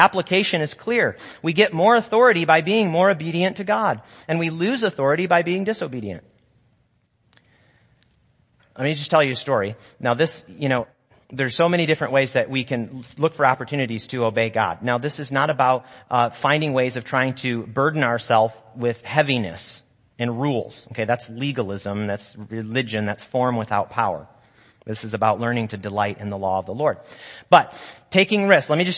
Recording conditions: large echoing room